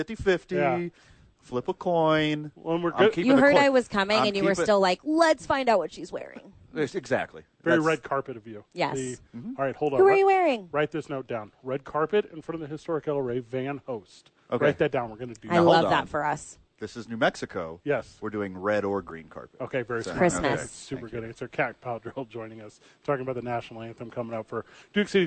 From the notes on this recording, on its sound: live from the YMCA